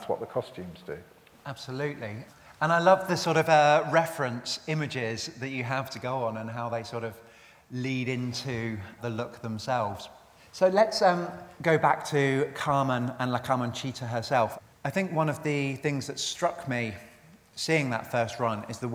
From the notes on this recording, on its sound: Recorded live at a seminar in the Howard Assembly Room at Opera North.